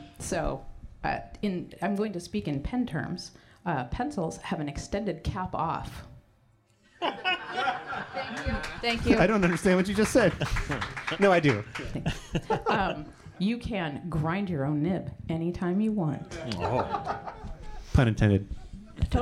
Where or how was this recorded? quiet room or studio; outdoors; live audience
live audience